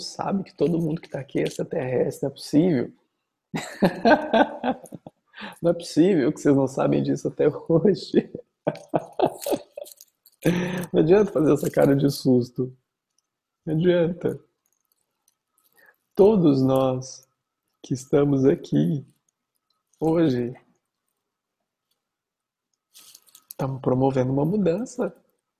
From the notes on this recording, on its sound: Online via Zoom